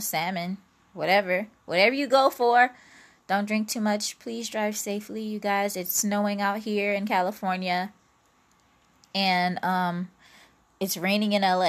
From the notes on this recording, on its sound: Pardon the static...!